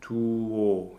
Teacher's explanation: You just go from the vowel U to the vowel O without a pause, without a glottal, without any separation. Tuo. You can really keep the legato going there.